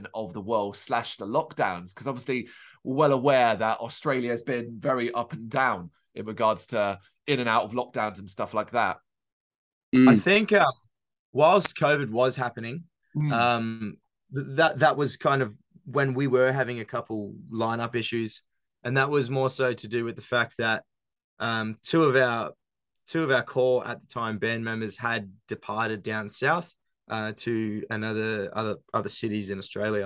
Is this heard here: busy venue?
no